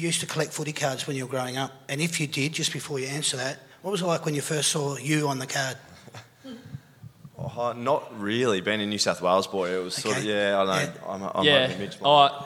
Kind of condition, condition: setting, live audience